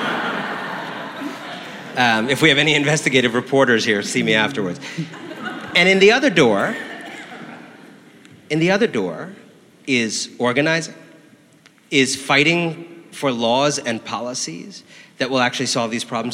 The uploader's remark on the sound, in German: live beim House of Beautiful Business in Lissabon, Portugal